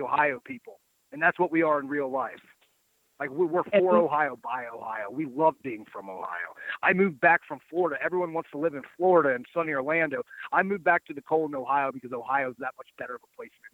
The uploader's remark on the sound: This is the full audio from Impact Wrestling's July 12, 2018 media call